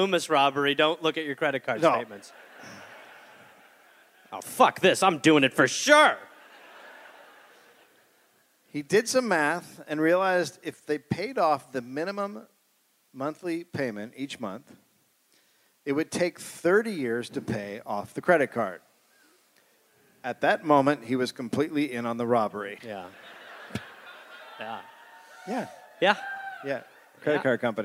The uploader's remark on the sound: Recorded live in Durham, NC.